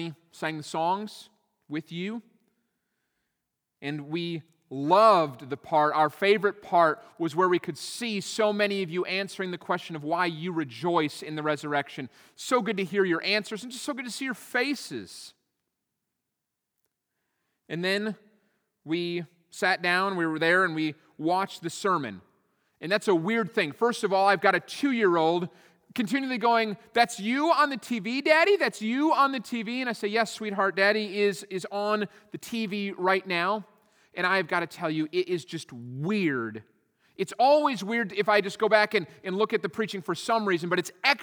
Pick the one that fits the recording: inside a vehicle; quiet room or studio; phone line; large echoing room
large echoing room